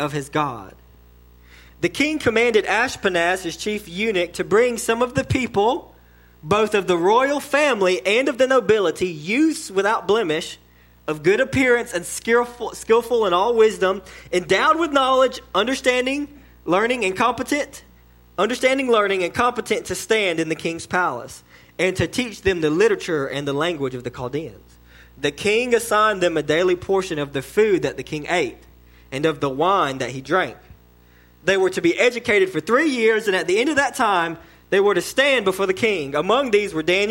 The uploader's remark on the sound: Learn more in this sermon delivered to Cottondale Baptist Church in Eastman, GA.